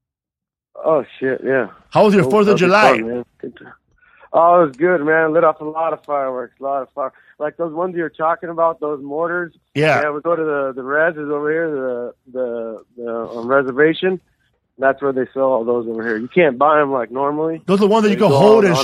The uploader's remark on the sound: Call In Show